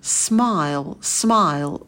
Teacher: И в конце у нас темный звук л. Это когда кончик языка за нижними зубами.